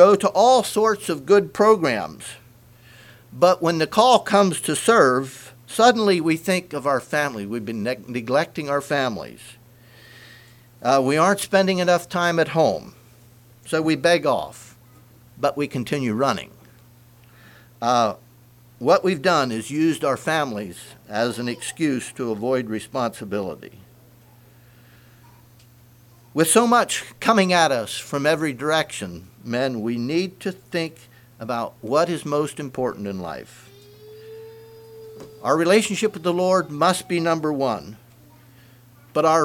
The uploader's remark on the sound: Message preached at Word Of Hope, Sunday Morning.